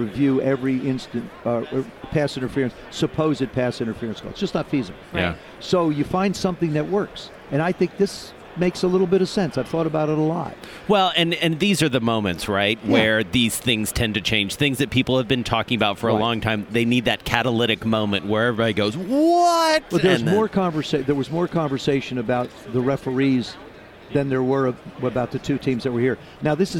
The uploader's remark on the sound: live at radio row, ahead of the big game in Atlanta